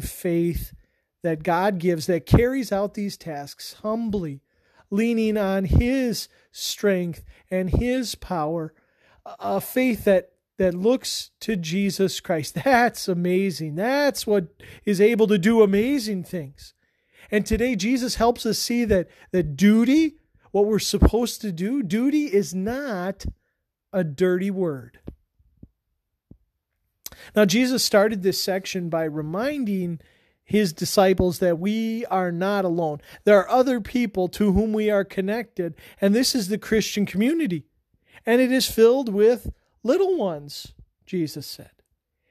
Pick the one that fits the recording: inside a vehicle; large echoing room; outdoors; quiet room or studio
large echoing room